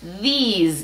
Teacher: Y acuérdense, esa S suena como Z.